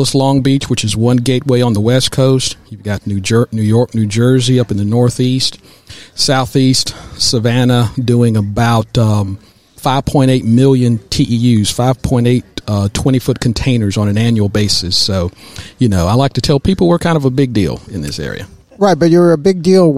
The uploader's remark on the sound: Business RadioX® was live at the 2022 GEDA Annual Conference in Savannah, GA.